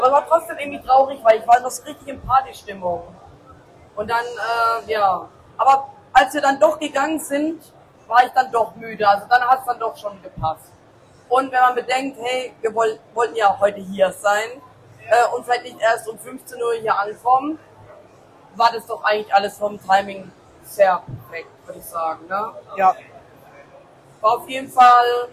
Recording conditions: busy venue